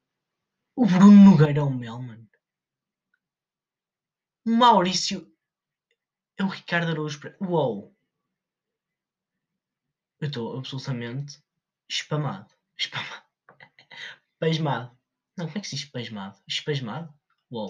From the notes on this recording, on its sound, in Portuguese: O audio está um bocado pior que o costume, esqueci-me de ligar o microfone.